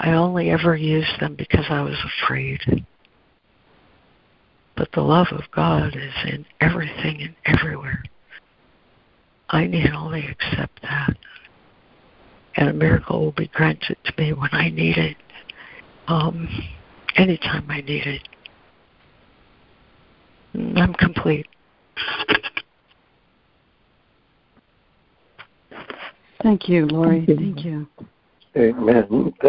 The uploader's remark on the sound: ACIM Daily Conference Call.